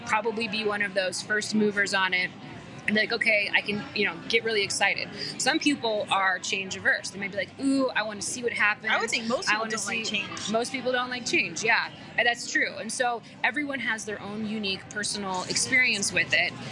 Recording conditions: busy venue